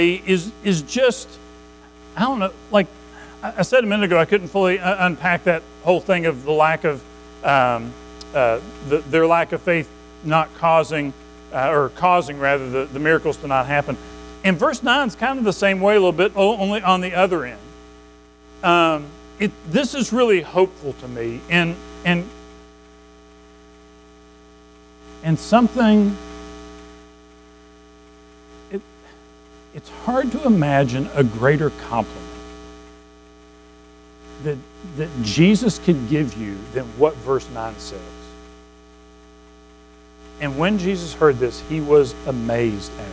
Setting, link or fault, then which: setting, large echoing room